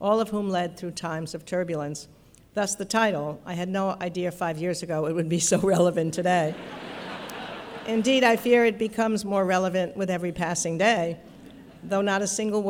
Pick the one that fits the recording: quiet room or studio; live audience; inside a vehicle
live audience